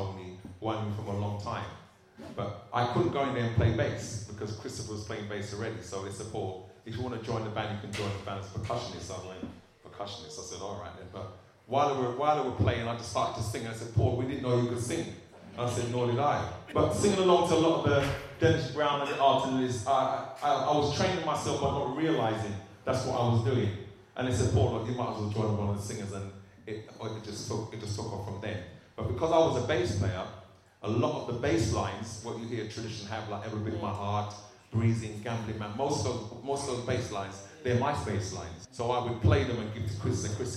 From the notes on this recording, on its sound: This interview was recorded at the Brent 2020 Bass Rewind event in November 2019